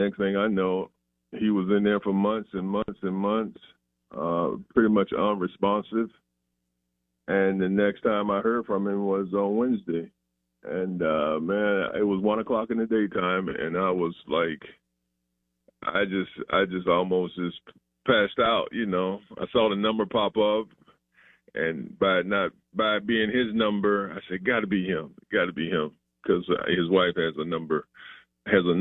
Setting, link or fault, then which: link, phone line